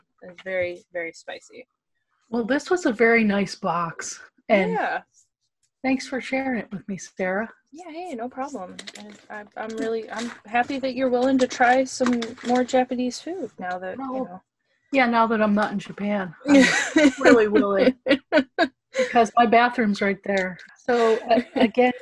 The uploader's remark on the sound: produced via Zoom conference call